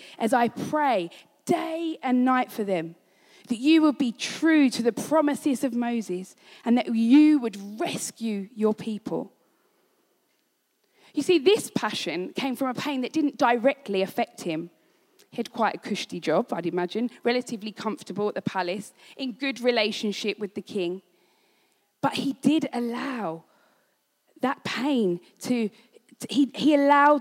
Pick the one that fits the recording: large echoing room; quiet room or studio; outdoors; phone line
large echoing room